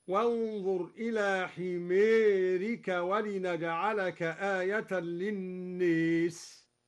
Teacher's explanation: أمال كلا من حمارك وللناس أيضا